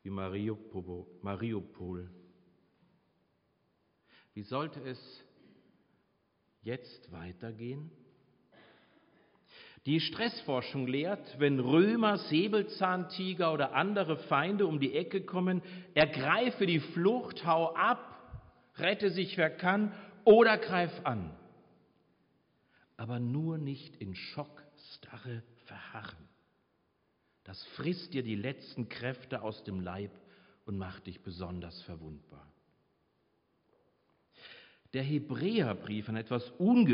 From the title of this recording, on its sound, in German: Predigt Pauluskirche 15.5.2022 - Jazzvesper